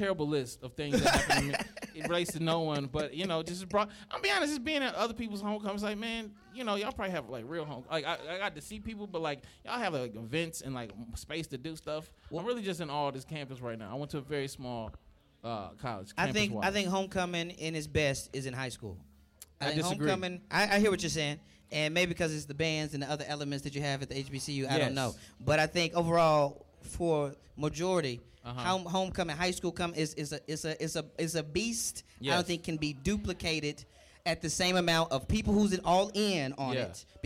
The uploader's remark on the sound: Forth & Ten LIVE NC Wesleyan. The guys are recording live from NC Wesleyan in Rocky Mount North Carolina, celebrating homecoming.